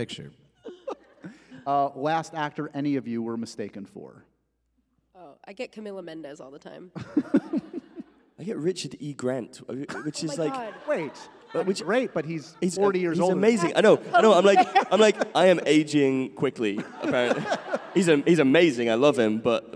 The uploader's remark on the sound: A LIVE taping and goodbye to their press tour.